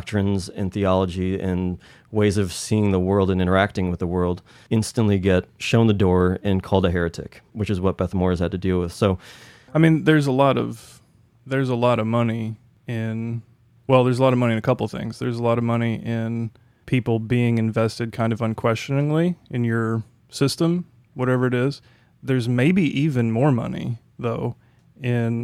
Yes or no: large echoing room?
no